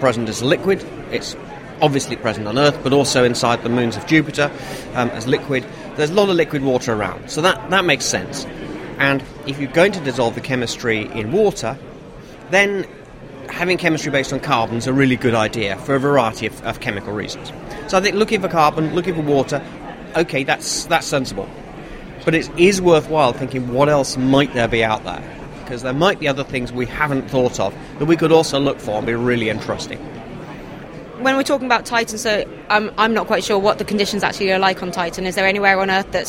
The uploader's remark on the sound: A series of interviews from the Communicating Astronomy with the Public conference. National Astronomy Meeting 2010.